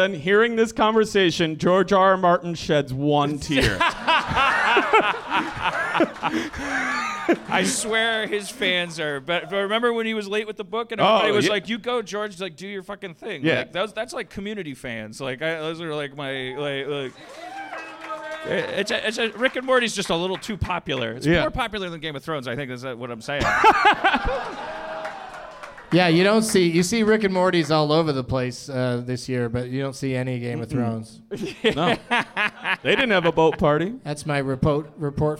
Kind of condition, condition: setting, live audience